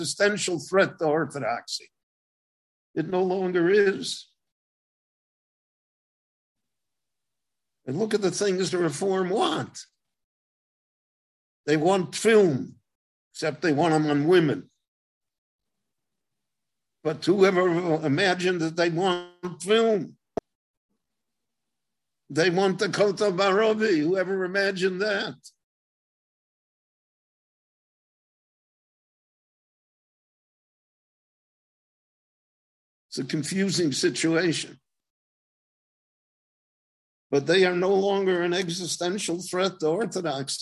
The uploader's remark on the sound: Gave a LIVE zoom lecture in Israel.